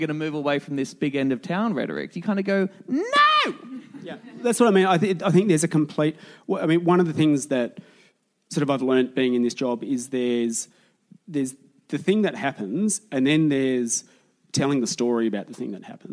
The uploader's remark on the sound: Recorded in Collingwood at the Easey Street Concert Hall in front of a bloody lovely crowd.